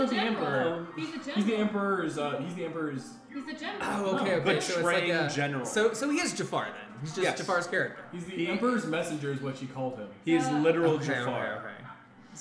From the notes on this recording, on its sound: terrible audio mixing